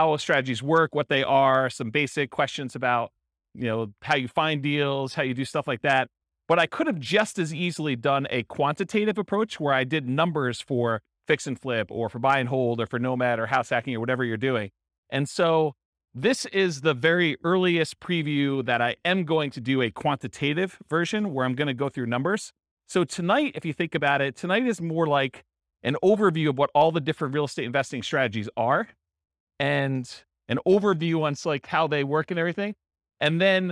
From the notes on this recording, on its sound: This was a live class recorded.